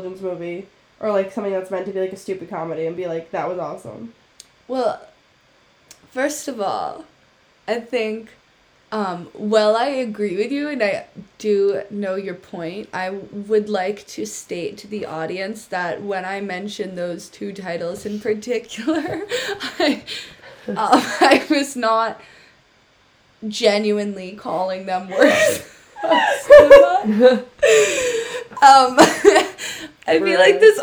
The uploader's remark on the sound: CAUTION: VERY BAD AUDIO AGAIN SORRY :P.